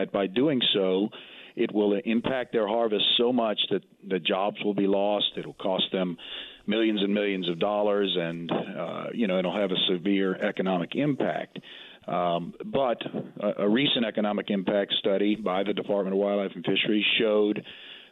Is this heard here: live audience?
no